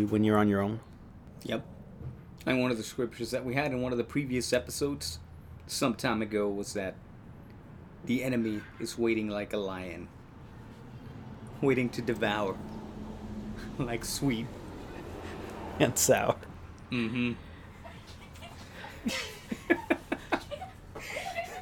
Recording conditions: sounds in the background